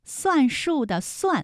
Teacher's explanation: 算数的算也是平舌音，它的声母是思